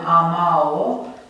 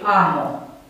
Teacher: vocala A a temei, se contopește cu desinența O · Shown in: second take · Deci nu avem amao, ci amo.